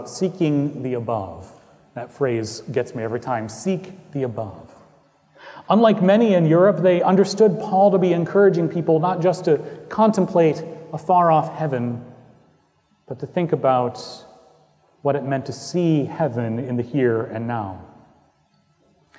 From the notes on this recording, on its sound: Recorded on Easter Sunday, 2018 at Trinity Presbyterian Church in Bixby, Okla.